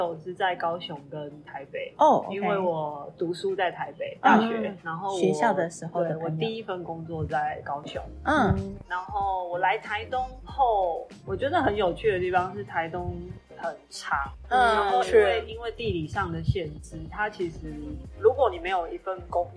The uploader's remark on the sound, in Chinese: 我第一次嘗試在戶外收音，還只有用“唉鳳”錄音！所以音質可能沒有像普通在錄音室的那麼完美。雖然說天公伯那天很給面子，賞了個大太陽好天氣，但是風那天真的「很」大！而且，修剪樹的阿伯，清潔打掃的阿姨們，以及一台接著一台的遊覽車順便在咖啡廳上廁所的遊客們也通通一起被錄製在這個下午場的快樂時光裡面了！